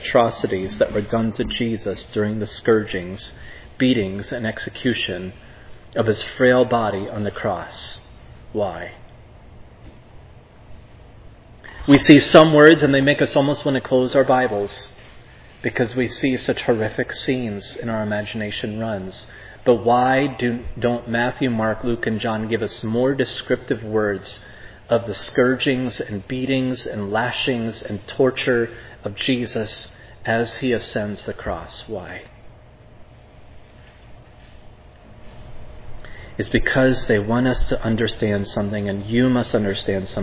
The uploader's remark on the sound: This sermon was preached at Providence Church on August 21, 2022.